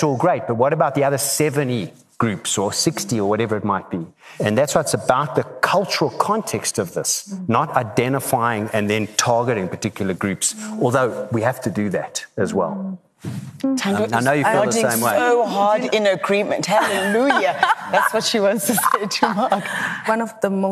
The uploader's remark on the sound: Talking on a panel at the recent Virgin Atlantic Business is an Adventure event